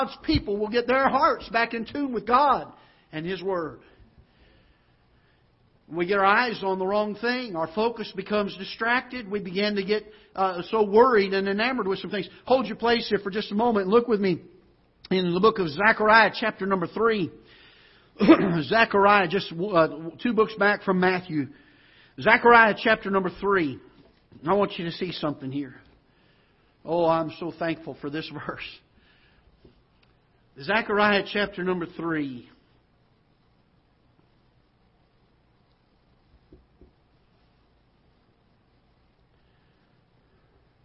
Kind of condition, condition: setting, large echoing room